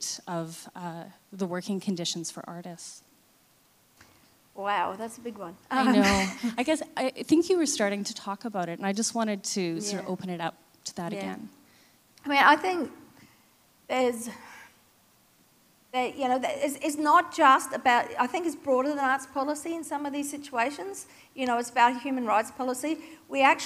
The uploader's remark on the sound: Keynote recorded live at Australian Cultural Policy: The Next Decade, presented by Monash University’s Masters of Cultural & Creative Industries and NAVA at the State Library of Victoria on 8 April 2019.